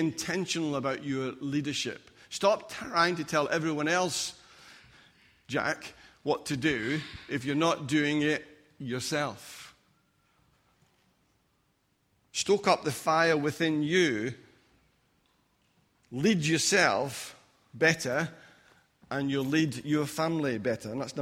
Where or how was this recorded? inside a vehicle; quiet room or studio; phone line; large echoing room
large echoing room